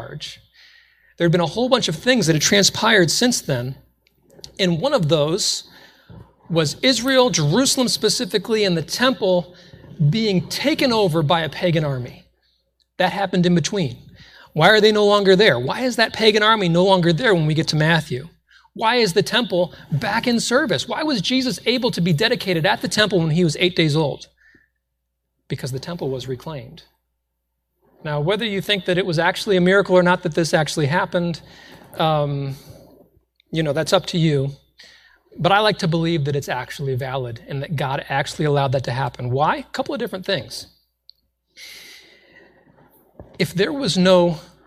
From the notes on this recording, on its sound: This was originally recorded in a Sunday night church service.